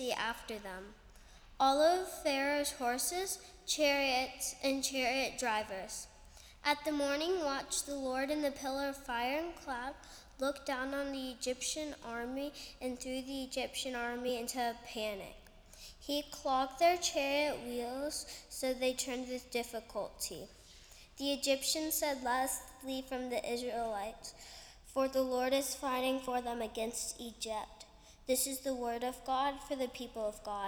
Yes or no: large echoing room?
yes